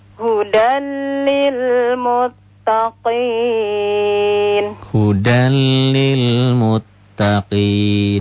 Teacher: Ini lam dan ro. Setiap nun mati atau tanwin berhadapan dengan lam dan ro, itu idgham dileburkan, dimasukkan tanpa ada dengung. · Term: idgham bilaguna